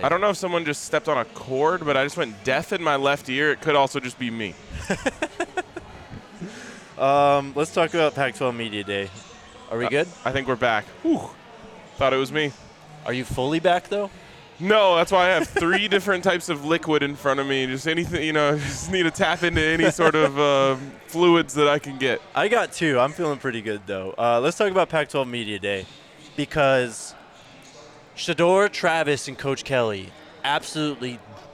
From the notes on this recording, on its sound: live from Circa Resort and Casino in Las Vegas